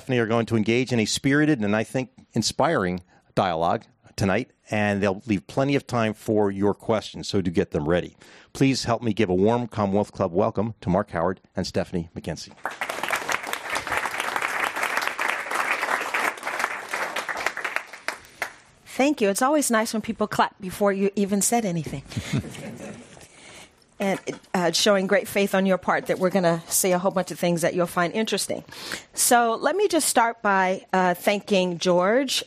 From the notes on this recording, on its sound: This program was recorded in front of a live audience at The Commonwealth Club of California in San Francisco on December 12th, 2019.